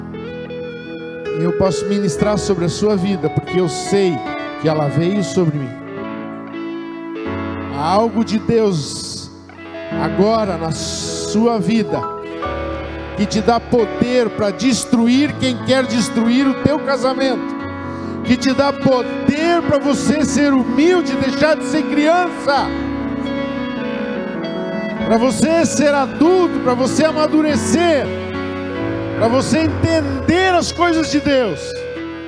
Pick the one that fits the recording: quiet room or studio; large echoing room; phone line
large echoing room